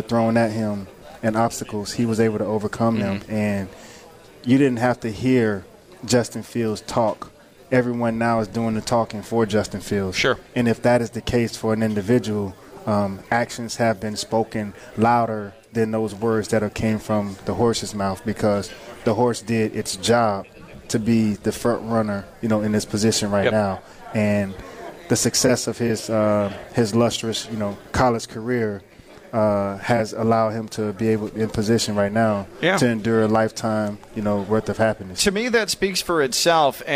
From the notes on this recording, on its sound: Live from the Palm Beach Kennel Club.